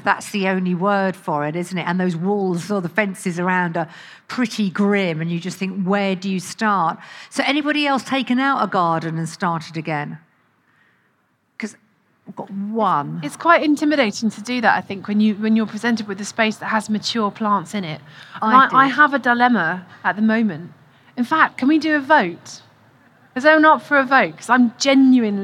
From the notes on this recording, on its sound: Recorded at BBC Gardeners’ World Live.